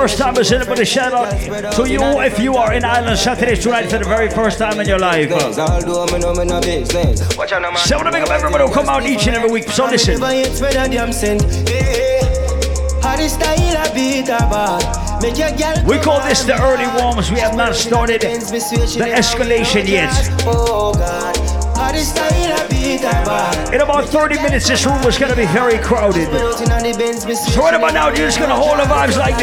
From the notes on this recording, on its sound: Live audio recording of my set at Island Saturdays on Feb 25th.